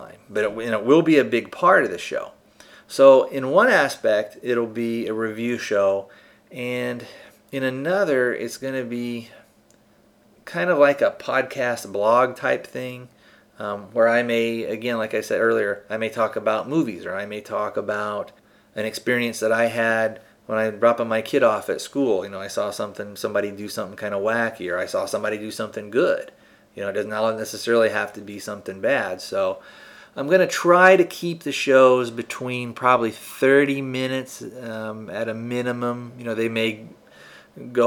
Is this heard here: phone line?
no